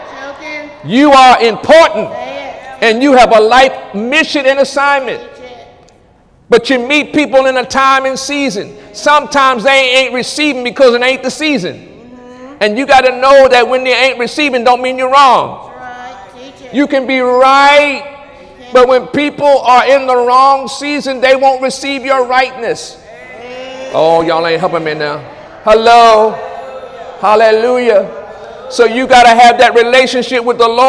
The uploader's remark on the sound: During Sunday morning service on October 1, 2017